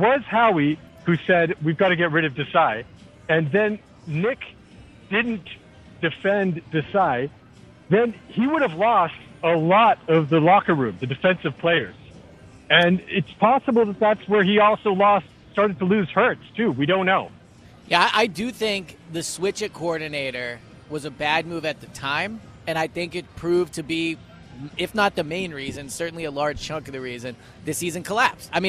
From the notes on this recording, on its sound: BetParx Radio: Divisional Round Picks Live At Parx Casino.